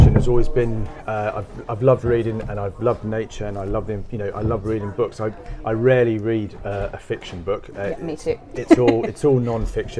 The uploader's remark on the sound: Kendal Mountain Book Festival. Live from the Kendal Mountain Festival.